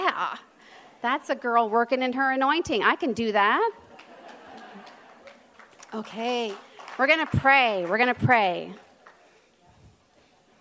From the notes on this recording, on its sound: given at the 17th Magnificat International Leaders Conference in Pittsburgh, PA in October 2023